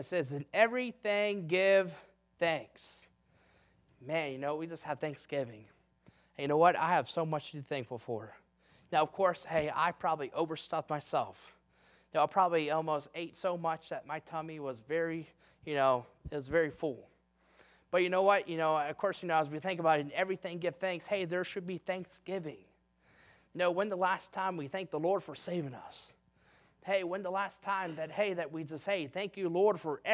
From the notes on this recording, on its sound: in the Sunday Evening Service on December 18, 2022, at Victory Baptist Church in Boonsboro, Maryland.